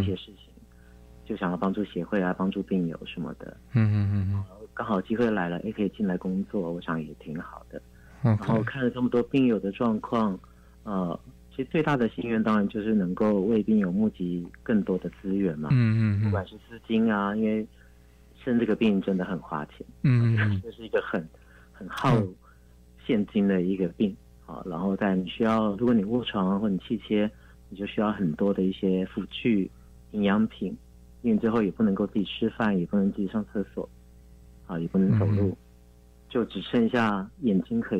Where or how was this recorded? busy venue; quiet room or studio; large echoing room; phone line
phone line